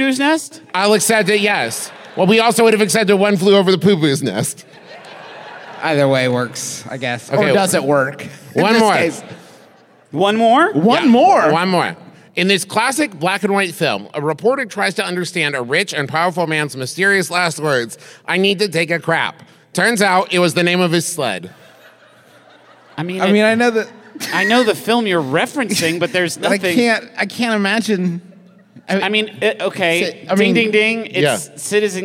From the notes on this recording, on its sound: the 2022 live shows, from the Orpheum Theater in Minneapolis!